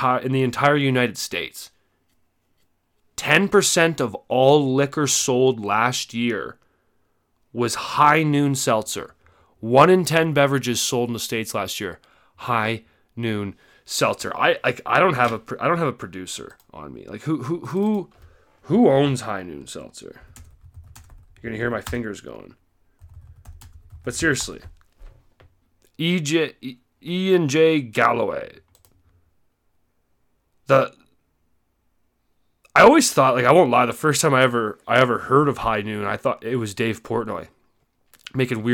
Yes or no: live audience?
no